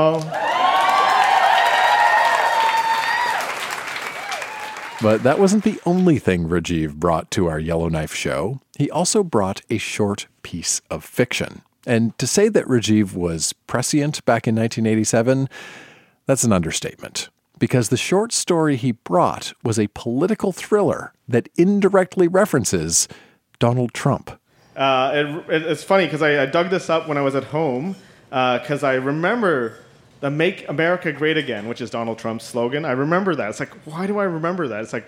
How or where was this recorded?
busy venue